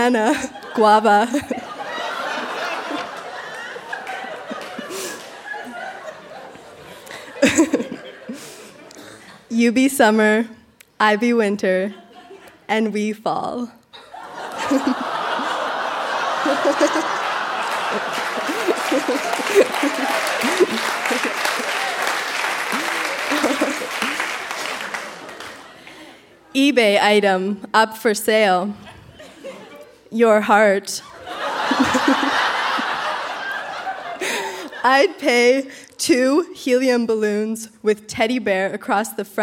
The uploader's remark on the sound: Recorded live at the Park Theatre in Winnipeg.